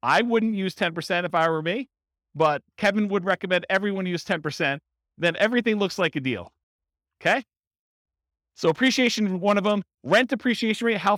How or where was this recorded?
live audience